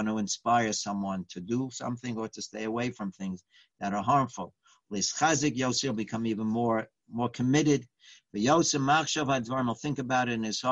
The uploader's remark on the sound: Live On Zoom